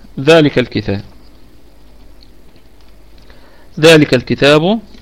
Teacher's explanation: الكلمة كلها مرققة، والذال فيها مد طبيعي وصلا وقفا. ذلك نقف عليها بوجه واحد بالسكون، والكاف نراعي فيها الهمس في حالة الوقف، وفيها وجه واحد فقط بالسكون، ذلك، ذلك، هكذا.